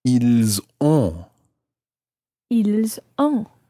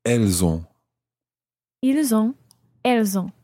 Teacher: And you pronounce the S of il, I-L-S, because it's followed by a vowel, in this case, O-N-T.